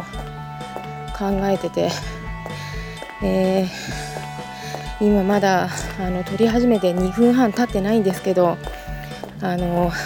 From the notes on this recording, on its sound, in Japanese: 今回トーク部分は、朝、喫茶店に行く道すがら、歩きながら録りました。風の音や私のヒールの音が入ってますが